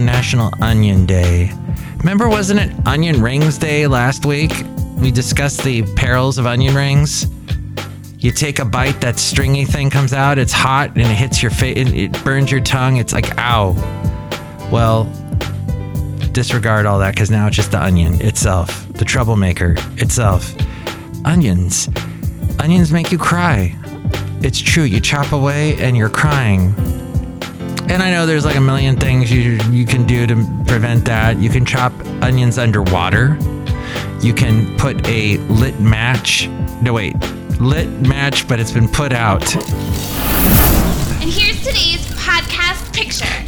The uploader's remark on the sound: podcasts live from Café Anyway